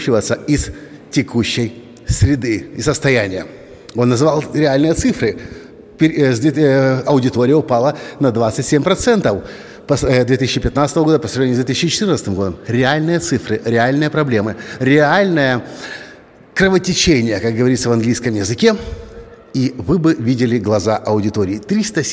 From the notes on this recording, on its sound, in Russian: Своим выступлением на сцене Свободной Школы Журналистики